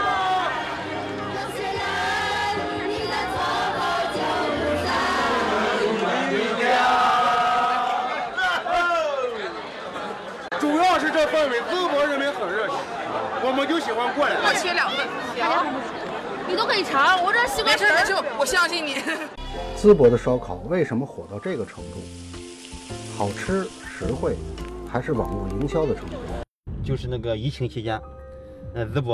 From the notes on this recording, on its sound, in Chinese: 淄博为什么这么火？听听现场的声音能找到答案吗。